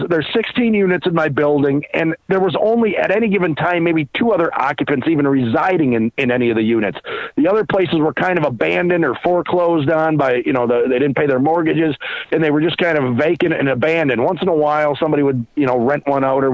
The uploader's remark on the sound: Phone calls.